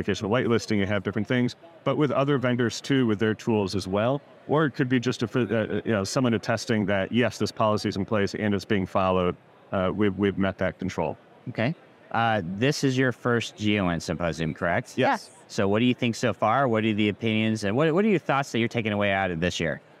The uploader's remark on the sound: At GEOINT 2023 we interviewed